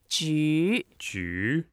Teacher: Second tone, make sure you make it up going a little up.